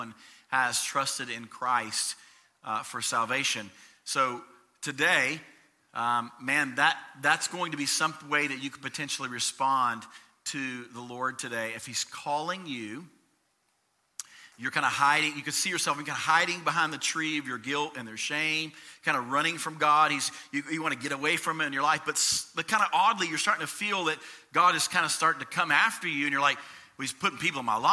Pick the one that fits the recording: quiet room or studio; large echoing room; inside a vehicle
large echoing room